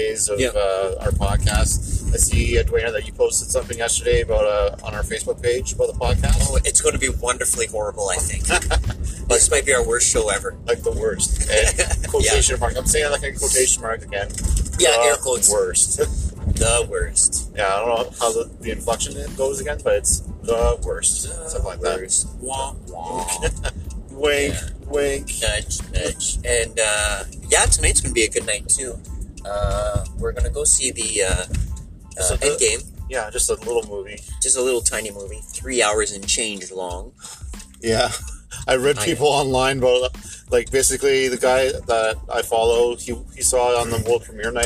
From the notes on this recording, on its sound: Car Pool Podcast edition. In this episode, we are driving in to work.